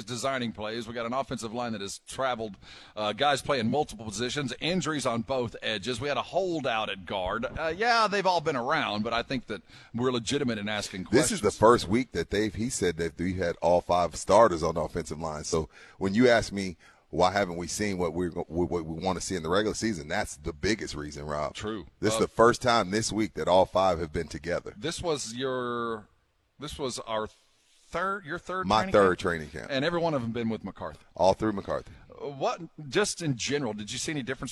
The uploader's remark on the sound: LIVE AT SA CARD HOUSE